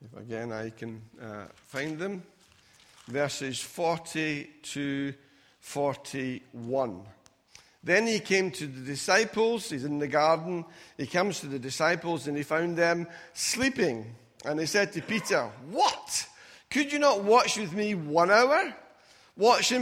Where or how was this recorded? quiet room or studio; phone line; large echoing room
large echoing room